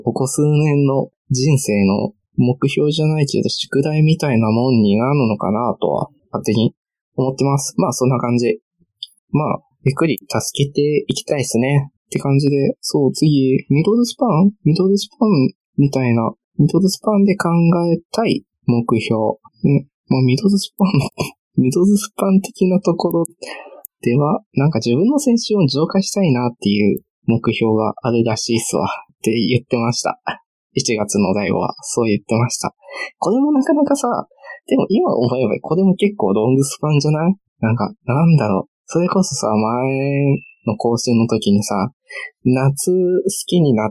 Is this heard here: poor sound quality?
yes